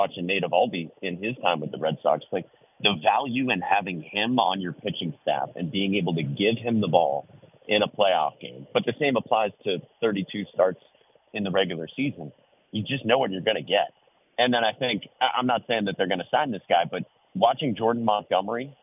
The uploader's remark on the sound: Calls in Live